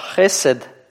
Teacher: первый слог слова «хесед» открытый, несмотря на то, что содержит краткую гласную. Объясняется это тем, что на него падает ударение. То есть в открытом слоге мы ожидали бы долгий гласный, но из-за того, что ударение падает, это правило меняется.